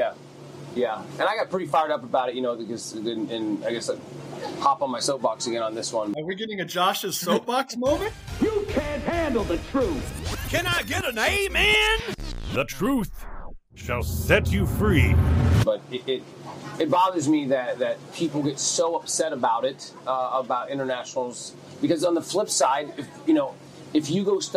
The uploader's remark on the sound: Live from the International Rush Cup at the Rush Select Boarding Academy